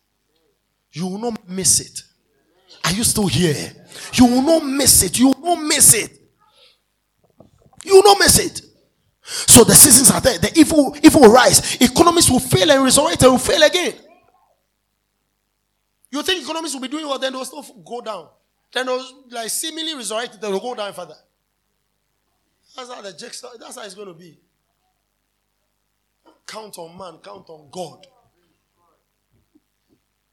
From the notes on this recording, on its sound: This message was preached at the End of Year Service (2023)